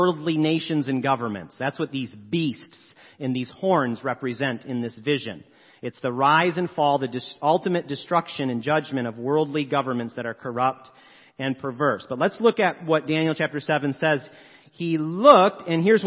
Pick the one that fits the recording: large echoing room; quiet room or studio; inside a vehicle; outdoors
large echoing room